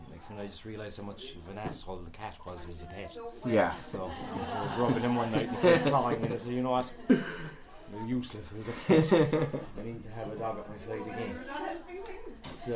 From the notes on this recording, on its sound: LIVE from the Puppy Party at Treaty Vets Limerick. Coming to you LIVE from Treaty veterinary Clinic in Limerick.